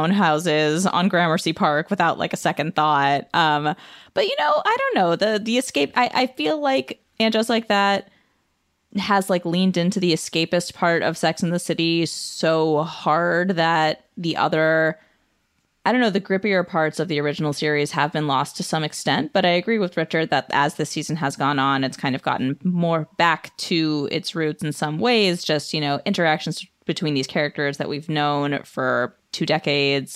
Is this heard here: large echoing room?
no